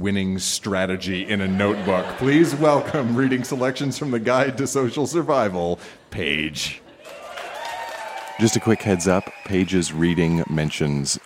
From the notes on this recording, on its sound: Recorded live at the Black Knight Pub in Yellowknife, NT.